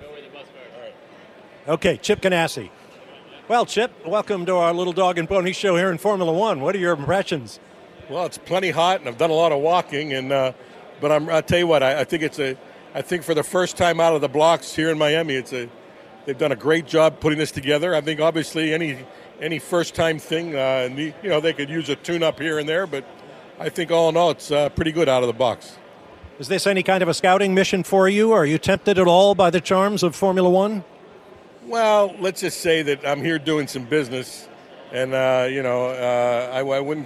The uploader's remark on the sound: Speed City is live from the Miami Grand Prix! Post race thoughts and analysis from the booth in Miami. Sound from the paddock.